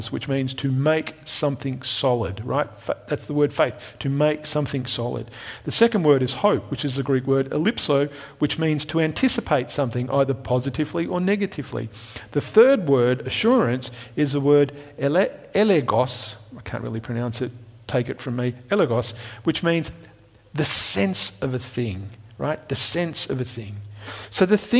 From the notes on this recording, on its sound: Recorded at Restore Church on September 6th, 2021